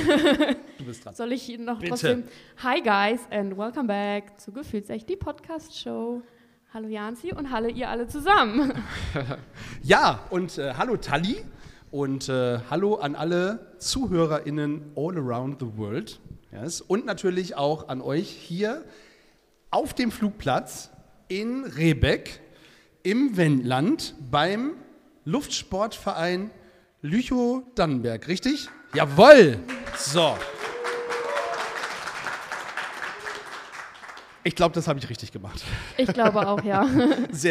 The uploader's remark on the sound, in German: Sind zu Gast auf dem Flugplatz des LSV Lüchow-Dannenberg in Rehbeck, um mit ihren Zuschauern über das Fliegen zu sprechen. Vor einer Cessna in einer großen Flugzeughalle haben sie das Set für die Live-Podcast-Aufnahme aufgebaut.